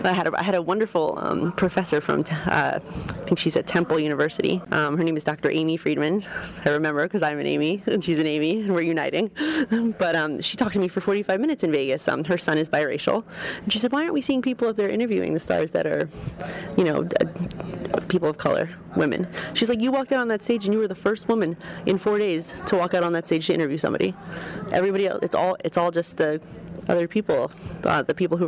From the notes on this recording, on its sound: on the convention floor